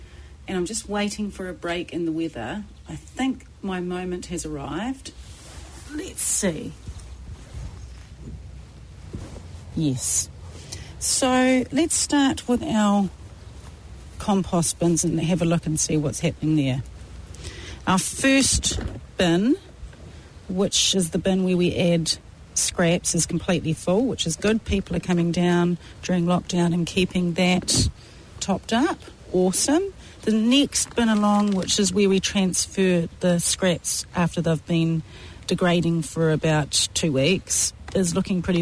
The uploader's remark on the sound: Out of the studio recording in the garden (in their bubbles).